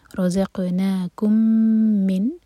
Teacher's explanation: میم اور میم کا ادغام ادغام متماثلین تو میم کو ہولڈ کریں گے